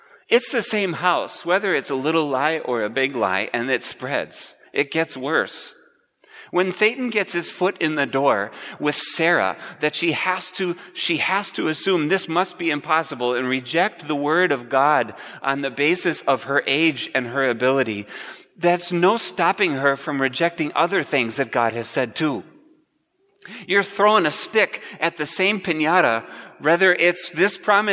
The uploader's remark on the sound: Preached at Grace Ev. Lutheran Church.